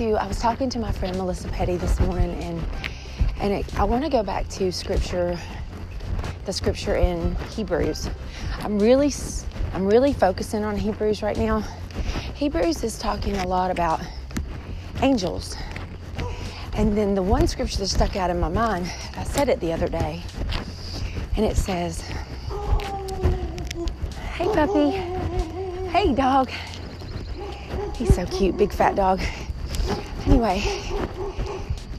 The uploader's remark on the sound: Please forgive the sound of my shirt rubbing up against my phone